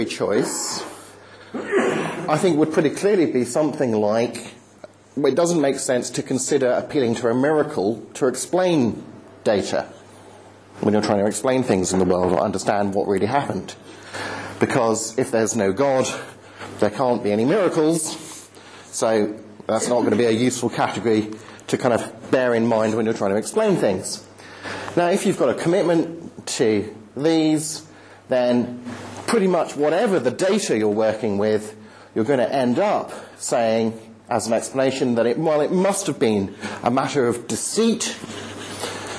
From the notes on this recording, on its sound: End of term talk at the 2010 'Reasonable Faith' course, Highfield Church, Southampton.